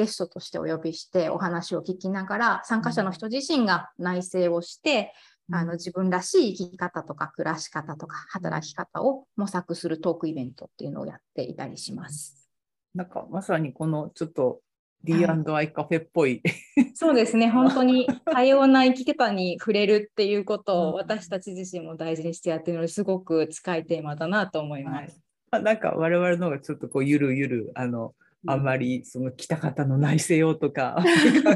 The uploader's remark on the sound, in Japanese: 収録場所： オンライン (Zoom)。